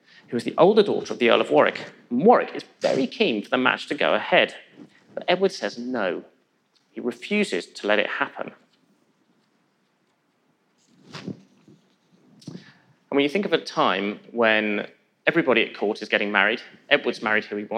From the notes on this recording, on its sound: In a lecture he delivered at our 2019 BBC History Magazine History Weekend in Winchester